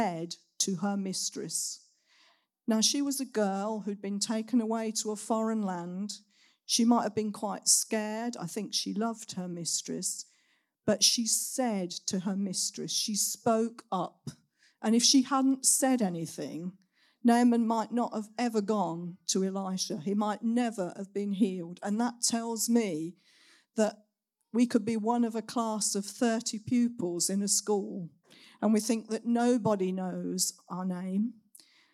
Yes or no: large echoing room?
yes